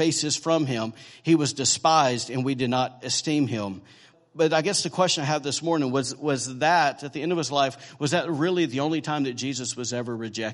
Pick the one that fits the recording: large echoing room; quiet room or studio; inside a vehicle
large echoing room